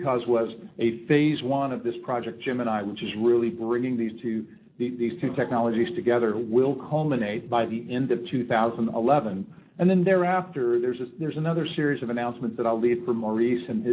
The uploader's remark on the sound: SLATE 2010 Conference Keynote